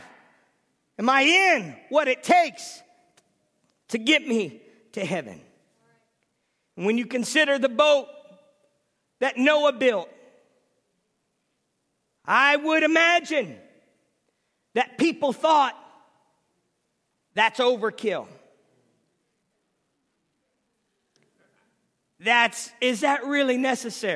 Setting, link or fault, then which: setting, large echoing room